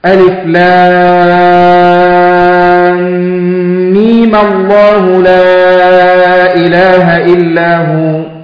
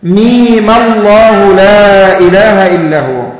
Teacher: وصل حرف الميم بلفظ الجلالة مع تحريك الميم بالفتح وقصرها مقدار حركتين · Term: وصل ميم بلفظ الجلالة